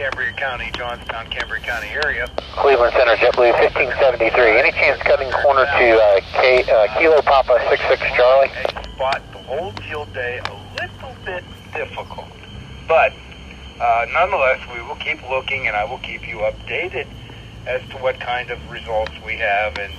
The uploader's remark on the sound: An evening walk. I'm usually out walking in this podcast as strange as that is. This is heard on 146.940 repeater.